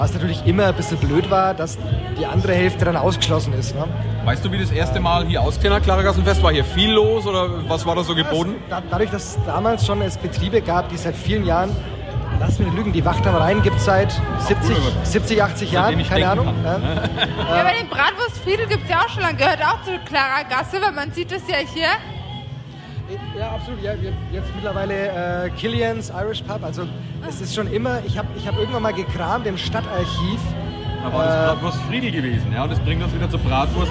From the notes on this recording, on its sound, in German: Live vom Nürnberger Klaragassenfest! Wir waren für euch vor Ort und haben es krachen lassen…